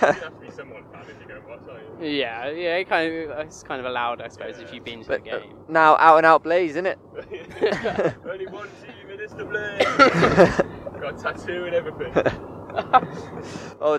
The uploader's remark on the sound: This week we're out and about! Invited us to join him for a Coventry Blaze ice hockey match, so we grilled him in the car ride home and got all the juicy goss.